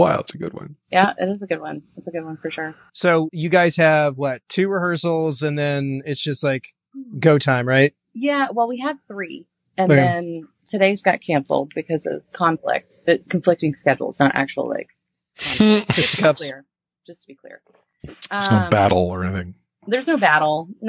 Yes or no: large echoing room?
no